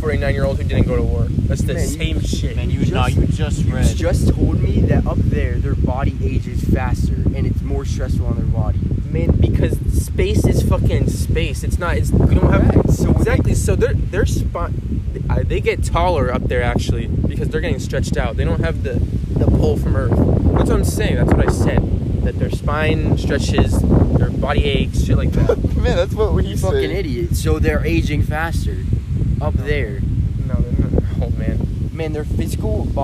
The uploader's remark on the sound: Late night beach talk. Take my phone out and record our conversation that we were having on the beach late at night.